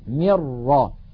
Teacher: لم تبقى لا النون، يعني لا الجزء اللساني من النون ولا الغنة · Term: الإدغام